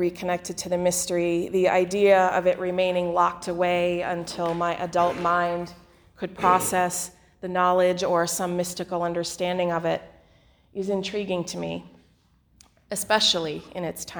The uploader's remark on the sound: The following sermon was delivered on Sunday, December 15 2019 at the Unitarian Universalist Congregation in Andover.